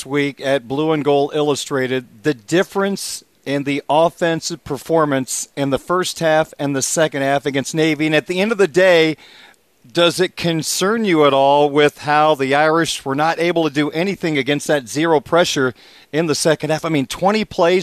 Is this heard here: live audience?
no